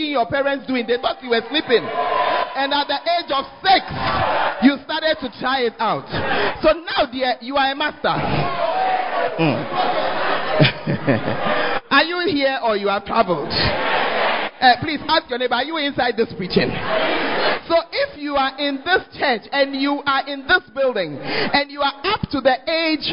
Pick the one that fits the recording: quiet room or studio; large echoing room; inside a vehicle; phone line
large echoing room